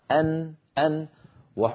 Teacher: النون أيها الإخوة من طرف اللسان من الأمام، وحروف الحلق من الحلق، والحلق بعيد عن طرف اللسان.